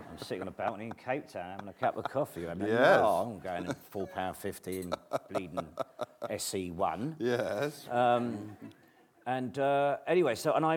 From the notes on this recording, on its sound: This is a recording of a live event from October 2012.